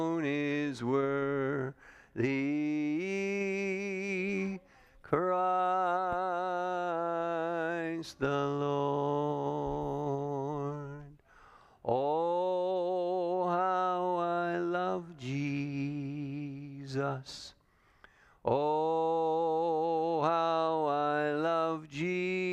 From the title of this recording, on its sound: Calvary Assembly of God live Stream